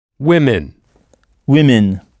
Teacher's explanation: Avec deux sons I, alors que ça s'écrit W-O-M-E-N.